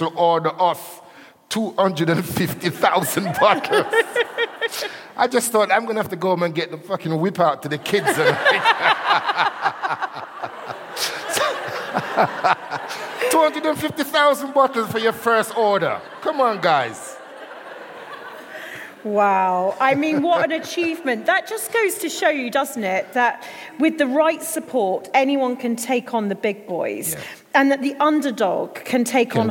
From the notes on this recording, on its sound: This episode was recorded in front of a live audience in Bristol for the second date on our live tour of Conversations of Inspiration.